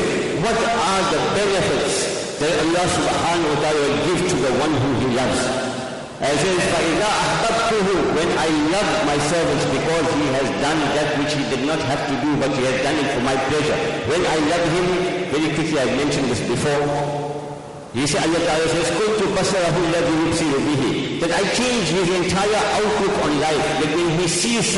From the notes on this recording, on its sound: Jumuah lecture